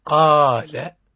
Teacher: قا ألف ساكن مجانس له ما قبل الفتح، نمده مدا طبيعيا أي مقدار ألف